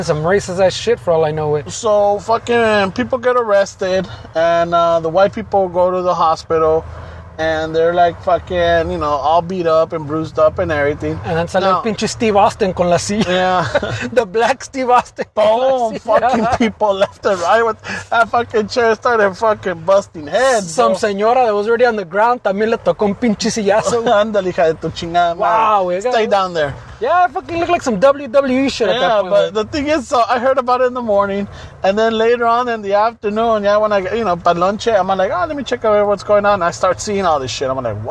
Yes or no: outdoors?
yes